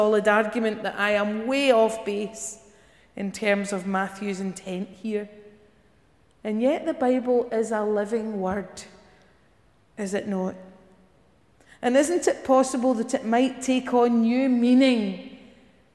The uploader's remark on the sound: Morning worship recorded at Giffnock South Parish Church on 7th October.